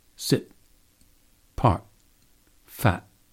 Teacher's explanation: no mini explosion, just an unreleased glottal stop · You heard me close off the airflow without then subsequently releasing it.